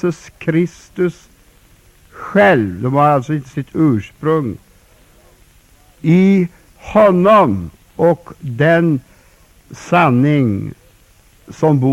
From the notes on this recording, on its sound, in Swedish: inspelad 26 oktober 1999 kl 19 på Bällsta Missionscenter